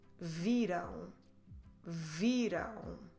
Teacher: make sure you stress the second to last syllable, vi, but then close your lips in the end to make the nasal um